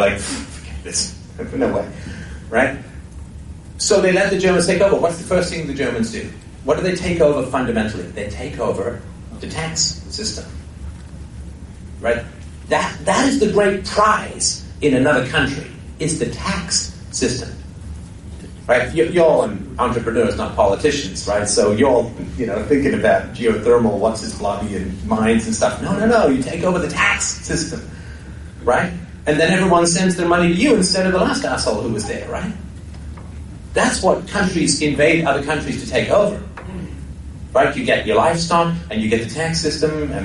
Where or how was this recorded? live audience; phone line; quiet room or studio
live audience